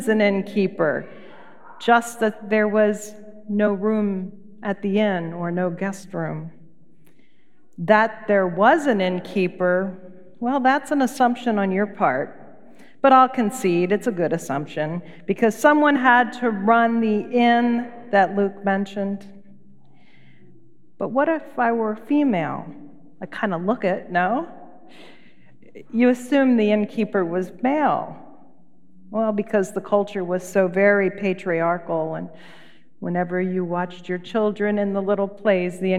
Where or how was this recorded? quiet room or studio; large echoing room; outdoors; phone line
large echoing room